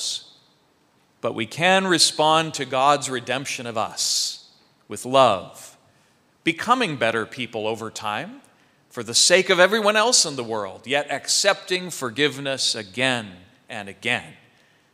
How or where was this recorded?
large echoing room